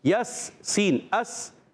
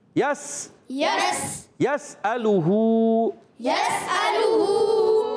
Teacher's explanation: यस अलहू, या को सीन से मिलाएंगे, या पर ज़बर है सीन सीटी के साथ